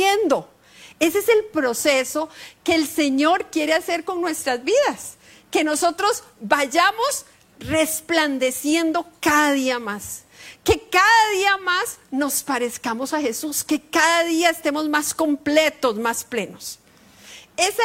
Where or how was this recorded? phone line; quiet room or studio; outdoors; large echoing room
large echoing room